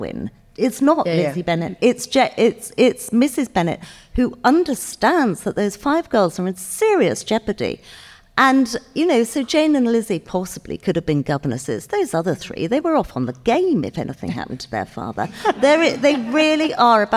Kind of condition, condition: setting, live audience